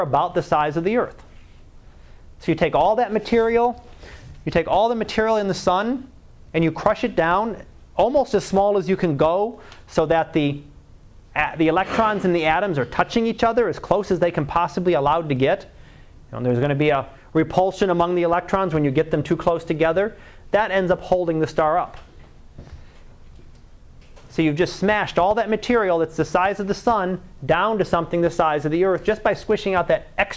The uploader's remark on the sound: Live Class Lecture